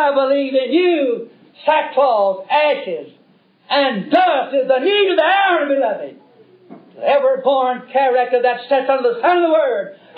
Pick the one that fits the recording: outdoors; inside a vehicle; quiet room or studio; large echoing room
large echoing room